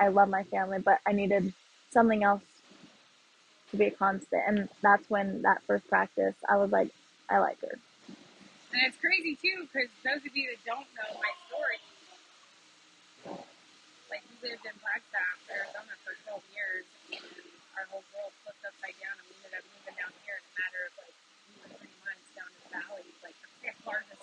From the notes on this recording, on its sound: As always I do appreciate you listening to this even though the audio was all over the place!!